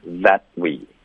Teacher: 这个 that 结尾的 t 省略